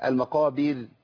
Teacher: لان الراء اللي بعديها في المقابر قبلها مكسور، يبقى ناخد قاعده هنا، اول ما الاقي راء هقف عليها قبلها مكسور هعمل ايه؟ هرققها · Term: مرققة